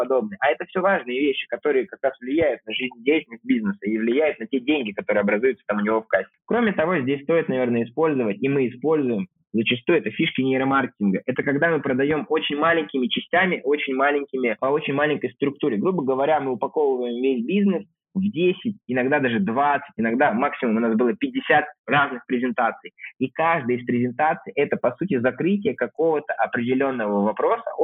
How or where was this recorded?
phone line